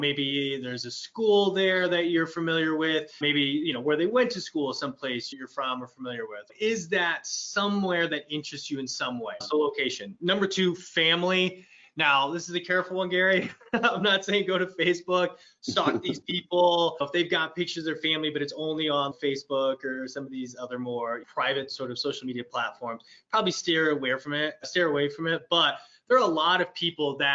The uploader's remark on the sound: we're bringing you the audio from a previous webinar